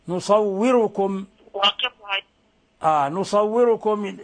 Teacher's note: الراء يعني تظهر إخلاص كسرة الراء